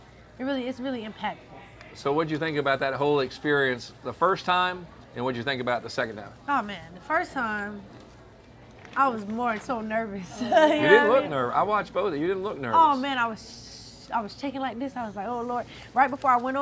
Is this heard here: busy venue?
yes